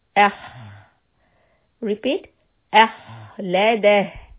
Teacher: the ha is heavy letter, so I'm going to raise the back of the tongue after the alif sound. Ah, repeat, ah, ladah, and lam dal soft, ha has a sukun in the end.